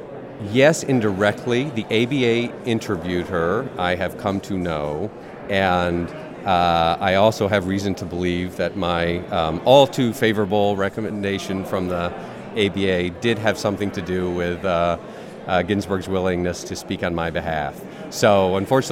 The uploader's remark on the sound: Live from the Mayflower Hotel